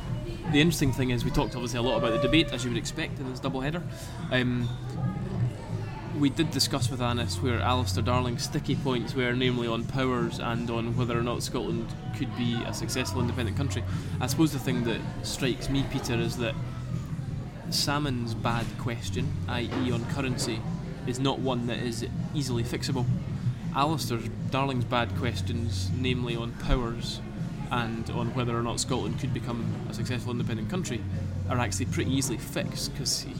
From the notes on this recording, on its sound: Recorded in Hemma in Edinburgh, 7th August 2014.